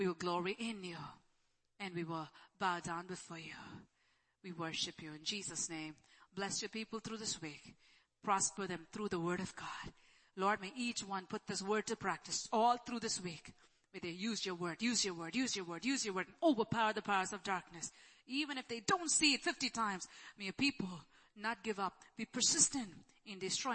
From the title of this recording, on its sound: ELBIM Church Sunday LIVE Stream Audio